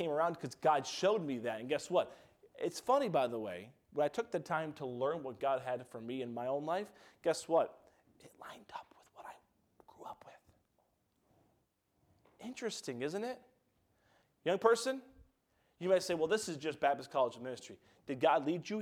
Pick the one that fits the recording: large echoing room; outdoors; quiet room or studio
large echoing room